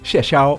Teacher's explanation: Xie is fourth tone, mm-hmm. Xiao is the first tone.